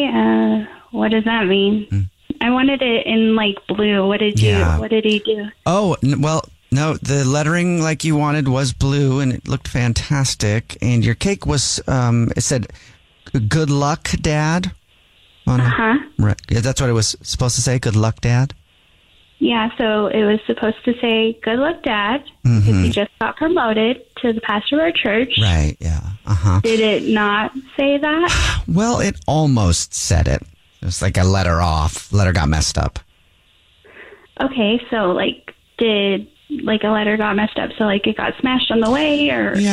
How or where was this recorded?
phone line